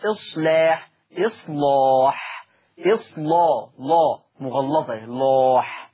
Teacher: اللام المفتوحة لما يجي قبلها صاد ساكنة ومسبوقة بصاد ساكنة حكم اللام التغليظ قولا واحدا، يعني اسمع مش اصلاح، اصلاح، اصلا، لا مغلظة، لاح.